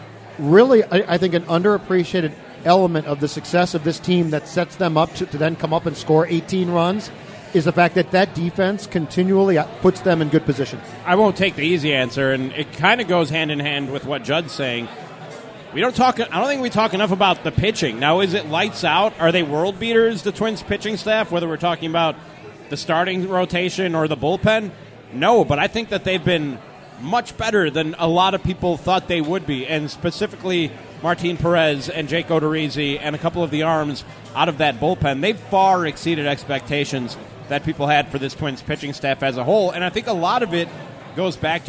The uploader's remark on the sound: Live at Fulton. It's a live taping of The SKOR North Twins Show at Fulton Brewery in Minneapolis!